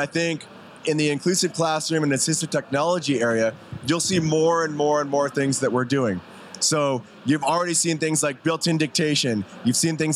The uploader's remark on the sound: LIVE from ISTE. This year at Microsoft Education booth.